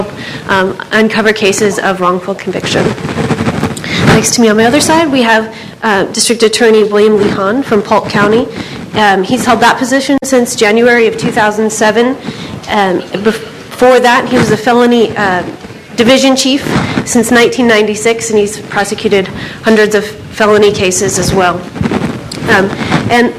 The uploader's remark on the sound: A panel of four. Panel at The Texas Tribune Festival.